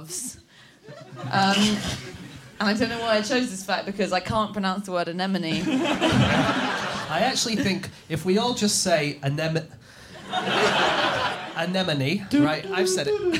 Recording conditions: live audience